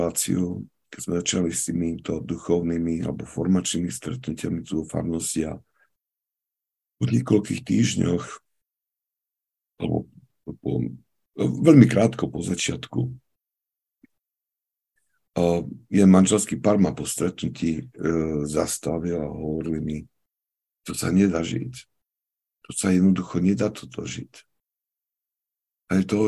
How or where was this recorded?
video call